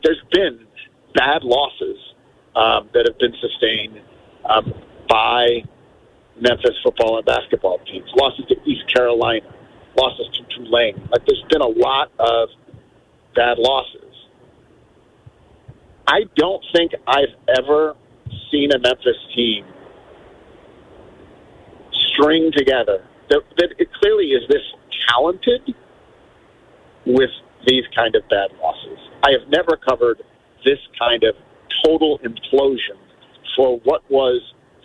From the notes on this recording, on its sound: Joins the show on the phone. Taking phone calls on the subject.